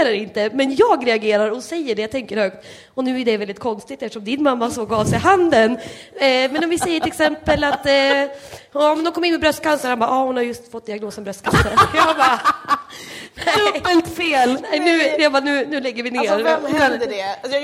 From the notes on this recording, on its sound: LIVEPOD från Stockholm Pride. Denna gång LIVE under Stockholm Pride.